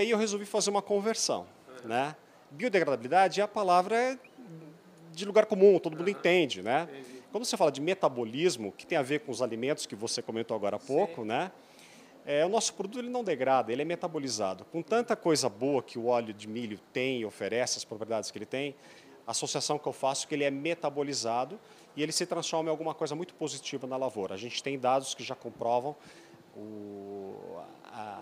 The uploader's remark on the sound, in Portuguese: gravada na Agrishow